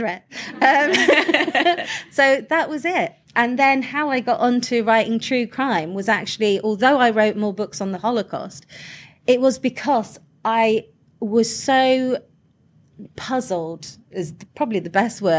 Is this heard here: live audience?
yes